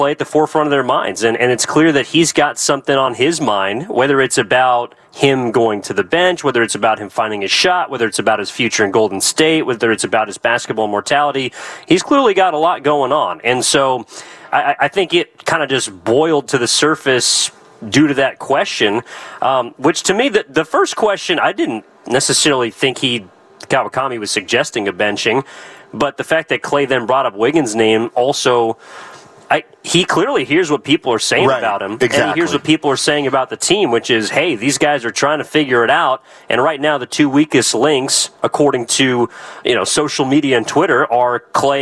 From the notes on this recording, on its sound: live from the Chase Center